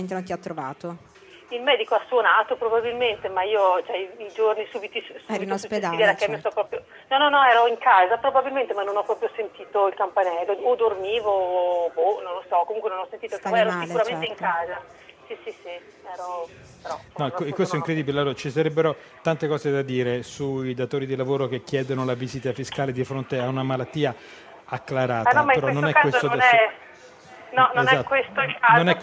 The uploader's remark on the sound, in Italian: In diretta da Expo 2015.